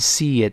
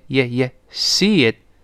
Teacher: See 还是发长音，E 跟 it 连读变成 seeit，seeit，老师说过。如果是，咦，咦，这个结尾的。再跟其他原因连读时，中间人为的要加一个一页这个声音，都是西耶，西耶，西耶，西耶，西耶，这么一个声音，最后那个词失去爆破了。那 I guess it didn't seeit。他说，哎呦，我想，我刚才没看见。那，那没看见不行啊，这回倒霉了。那这个女警察说， I'm sorry,sir。他说，对不起，先生